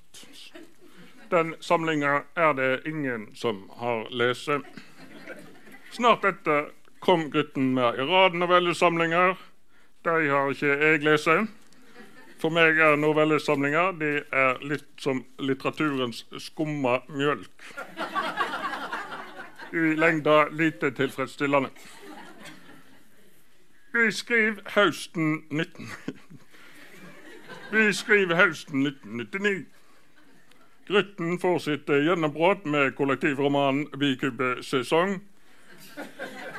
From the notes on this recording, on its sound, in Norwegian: Frå Kapittel23. Til samtale på Kapittelfestivalen på Sølvberget. Innspelt på Sølvberget bibliotek og kulturhus.